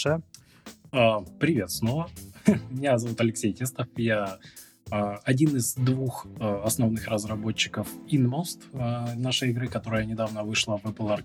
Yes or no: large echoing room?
no